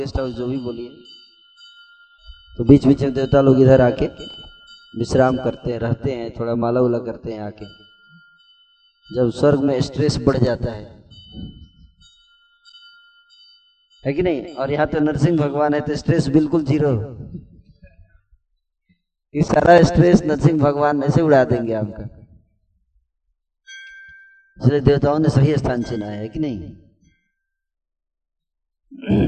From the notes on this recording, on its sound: Occasion : Mayapur Yatra 2020. Audience : Camp devotees.